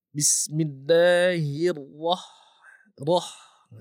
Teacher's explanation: Ha pedas. Ha-nya tipis. Ra-nya tebal.